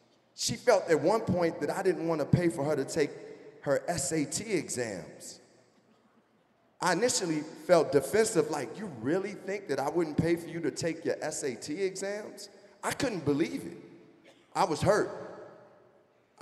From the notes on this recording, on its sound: Talks in front of a live audience in Denver.